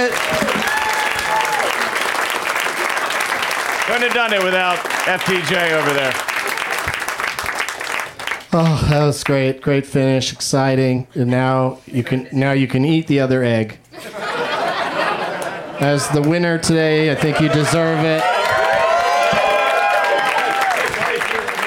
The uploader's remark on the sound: Live from the UCB Franklin.